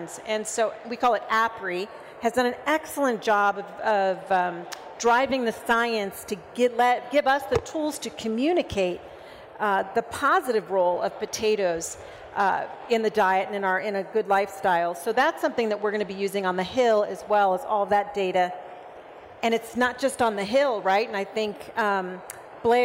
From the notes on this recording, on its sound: During Potato Expo 2023. Came together for a live podcast recording.